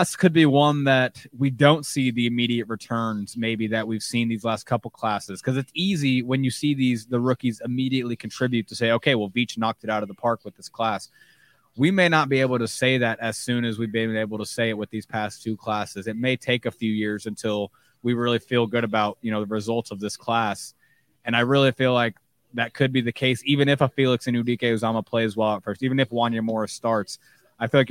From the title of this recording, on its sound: Live from the NFL Draft Day 3